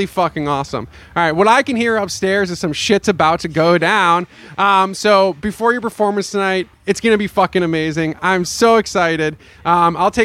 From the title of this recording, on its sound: LIVE at Jems Fest 2023!